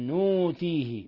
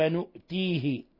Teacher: بالنون الفوقية مع إبدال الهمز، مع إبدال الهمزة واوا